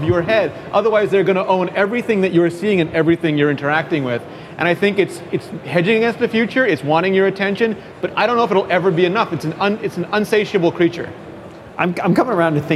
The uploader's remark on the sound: Live from Macworld/iWorld